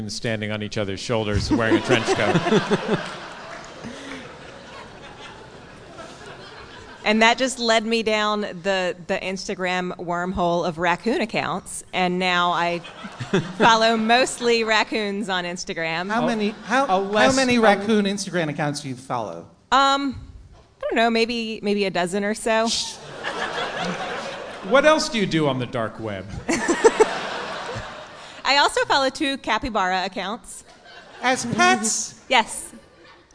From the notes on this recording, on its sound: Taped in front of a live audience at the Howard Theatre in Washington, DC.